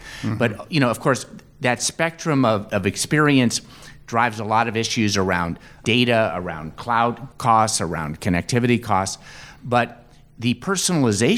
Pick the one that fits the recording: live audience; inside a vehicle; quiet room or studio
live audience